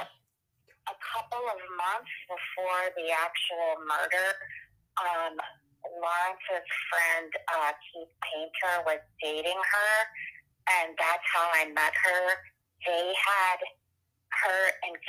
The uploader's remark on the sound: Part 1 of our prison phone interview.